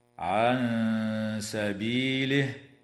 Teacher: وتخفى عند السين مع الغنة مرققة